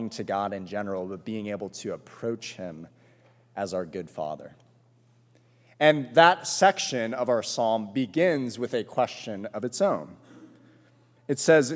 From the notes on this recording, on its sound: This sermon was preached at All Souls Presbyterian Church on May 8.